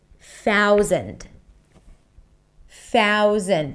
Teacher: Hold it out. Thou, long ow sound, thou, and then bring the tongue in for the Z sound. Zind, zind.